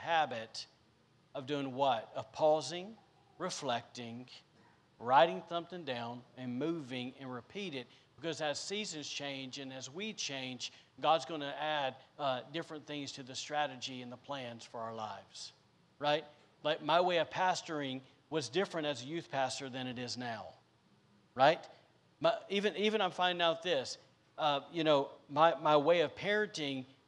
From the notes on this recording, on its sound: recorded on Sunday, December 12th, 2021, during service at The Anchor Church in Rockport, Maine.